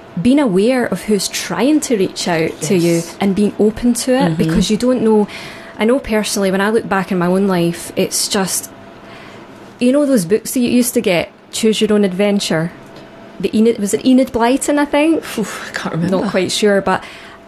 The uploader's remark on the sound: Podcast version of a Live Radio Show (songs & adverts omitted). Please note this is recorded in a busy drop-in Community Radio station.